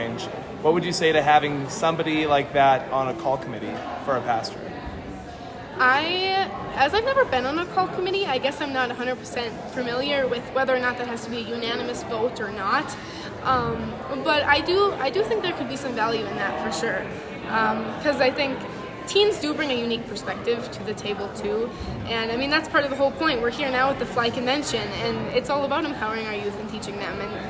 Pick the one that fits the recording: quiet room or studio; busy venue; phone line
busy venue